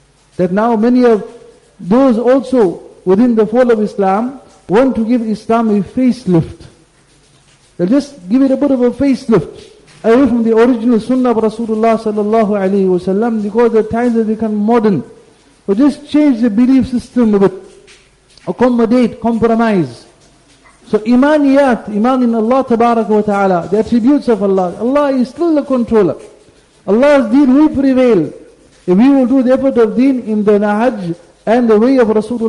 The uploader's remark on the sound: Jumuah Lecture